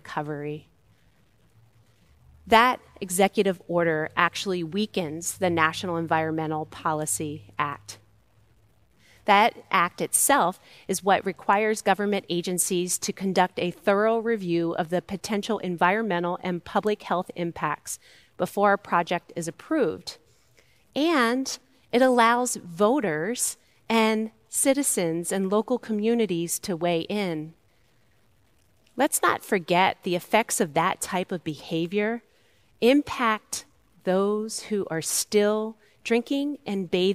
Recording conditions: large echoing room